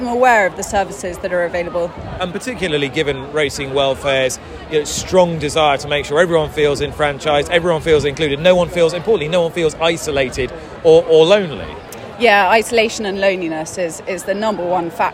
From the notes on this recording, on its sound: on the middle day of the Boodles July Festival at Newmarket